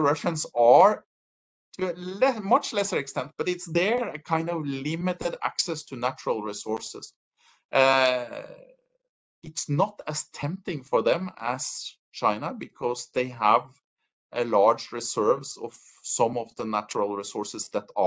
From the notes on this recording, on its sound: This virtual lecture